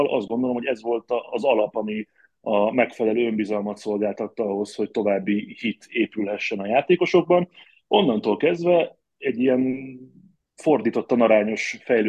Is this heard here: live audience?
no